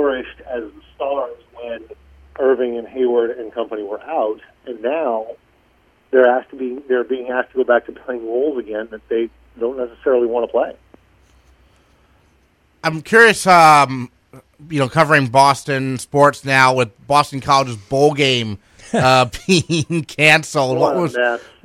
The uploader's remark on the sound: calls in to the B-List Daily